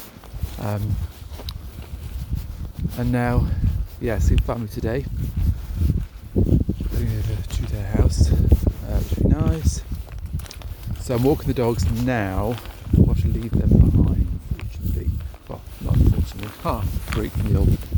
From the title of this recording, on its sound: Boxing Day walk